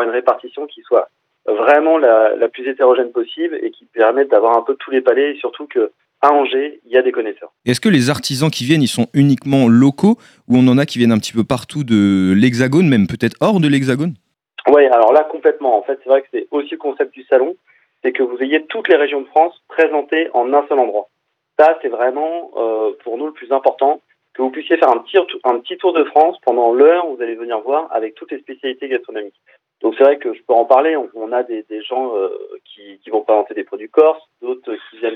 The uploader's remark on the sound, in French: nous avons pu avoir par téléphone